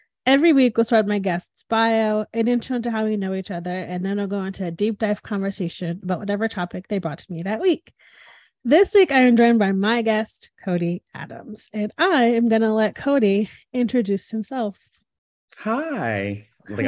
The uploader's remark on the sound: This podcast was recorded via Zoom.